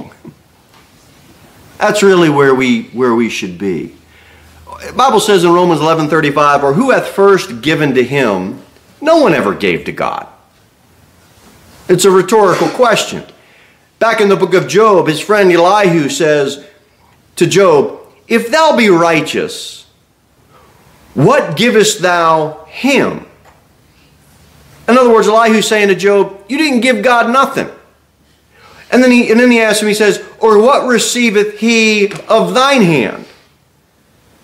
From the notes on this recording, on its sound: Sermon delivered at Pilgrim Baptist Church on Sunday, January 14, 2024, at 11-15 am.